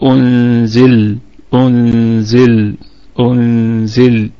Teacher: طيب، طبعا في حالة الوقف ستكون اللام نراعي فيها صفة البينية، أي أنها بين الشدة والرخاوة، يبقى أنزل أنزل أنزل، يعني الصوت يستمر لكن ليس بقدر كبير، وأيضا لا ينحبس لأنه ليس شديد وليس رخو، يعني هو بين بين.